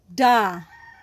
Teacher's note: don't blow out so much air when you open your mouth and say the letter D as da